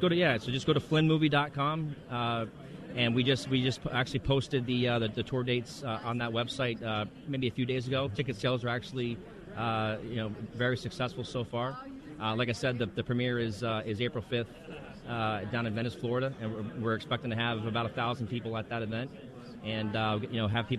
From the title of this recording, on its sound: LIVE From CPAC